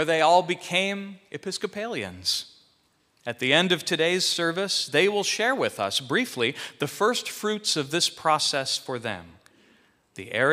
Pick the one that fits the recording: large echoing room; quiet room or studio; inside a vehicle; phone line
large echoing room